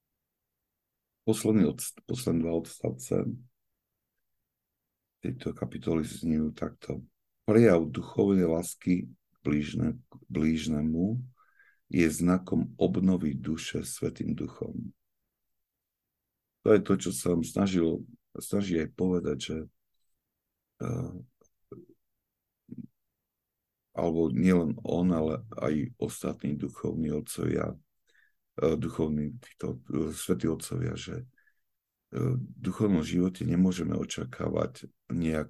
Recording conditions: video call